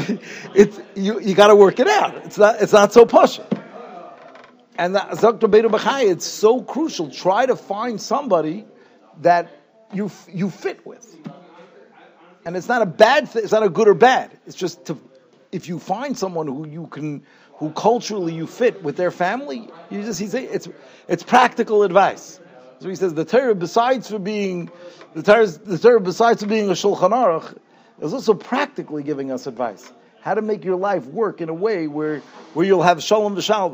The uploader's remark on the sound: Shiur recorded in Yeshivas Ohr Reuven, Monsey, NY